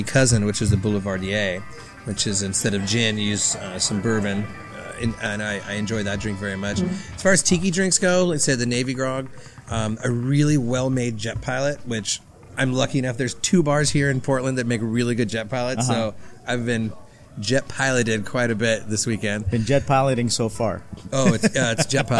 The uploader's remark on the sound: Live at Tiki Kon. We recorded this episode at this year's Tiki Kon event.